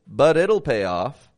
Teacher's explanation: I'm linking those flap T's.